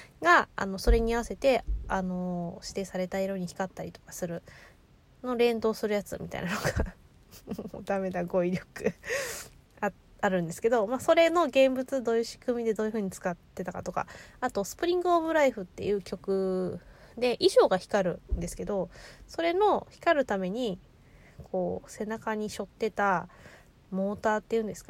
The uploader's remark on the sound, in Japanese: 仕事帰りの帰宅前…車の中から脳みそダダ漏れでお喋りしております